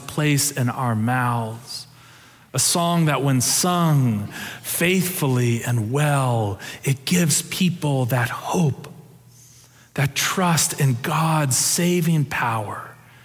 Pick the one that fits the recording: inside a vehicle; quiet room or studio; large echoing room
large echoing room